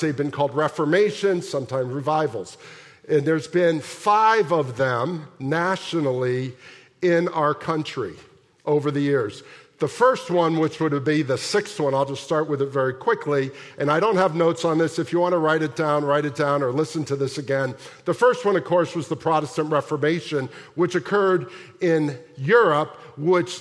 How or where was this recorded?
large echoing room